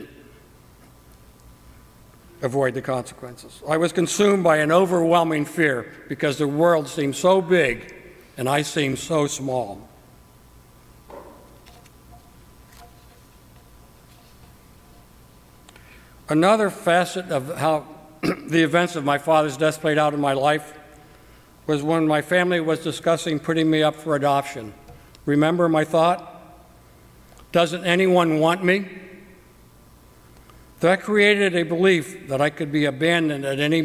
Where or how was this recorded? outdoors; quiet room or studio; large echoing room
large echoing room